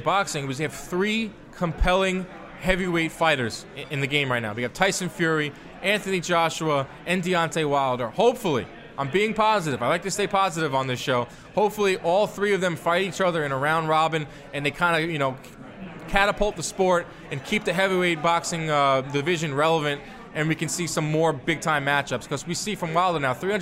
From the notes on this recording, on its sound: on location from Jack Doyle’s Restaurant and Bar